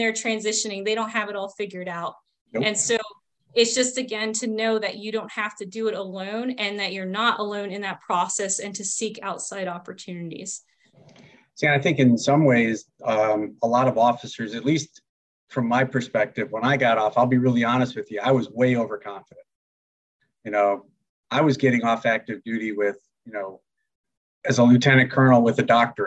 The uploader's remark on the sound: a recording from a recent “Conversations on Success Beyond Service” virtual event held in early August